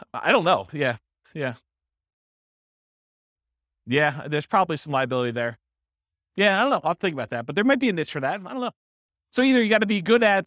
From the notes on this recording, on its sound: This was a live class recorded.